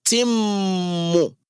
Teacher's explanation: And meme with shadda, the same one, is the fullest of غُنَّ.